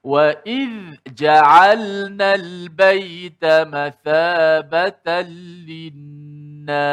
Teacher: imam kita membaca secara izhar zal itu dimatikan secara jelas dibunyikan matinya